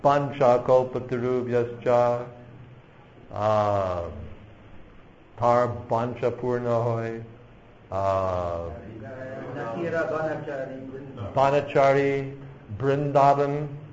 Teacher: Bengali speakers make no distinction between va and ba.